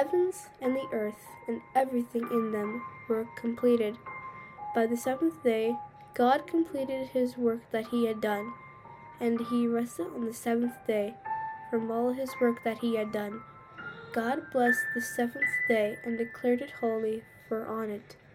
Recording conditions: sounds in the background